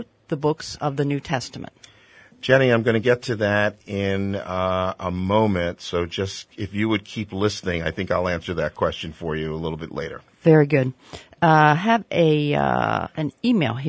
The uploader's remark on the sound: live call in program